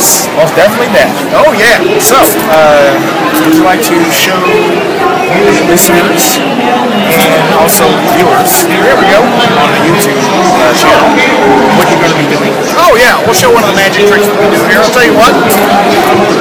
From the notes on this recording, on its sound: This episode was recorded at Planet Comicon in Kansas City, MO.